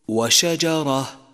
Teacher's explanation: فحيثما وجدت تنوين النصب وأردت أن تقف عليه فقف عليه بألف زمنها حركتان كما اتضح لك من الأمثلة السابقة، إلا في حالة واحدة وهي حالة الوقوف على تاء التأنيث، فإنك يجب أن تقف عليها بهاء ساكنة